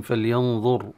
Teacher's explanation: فلينظر الإنسان، الراء في حالة الوصل تكسر وإلا فهي ساكنة في الأصل، لأن هذا فعل أمر، وفعل الأمر يكون مجزوما، وإذا كان الحرف صحيح فيجزم بالسكون، وحرك بالتقاء ساكنين عندما التقى الراء مع اللام في الكلمة التي بعدها. فعموما إذا وقفنا نقف بالتفخيم فلينظر، ولكن لو وصلنا نصل بالكسرة، والكسرة تتطلب الترقيق